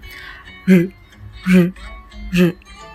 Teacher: 然后要卷舌，然后牙齿不需要震动，啊，不需要震动，放松就可以了